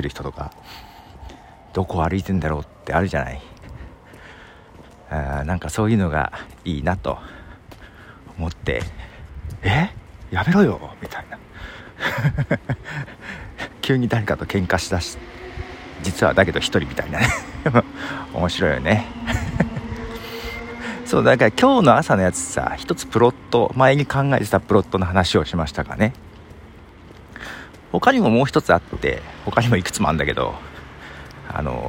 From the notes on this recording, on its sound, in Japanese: 夜道を歩きながら。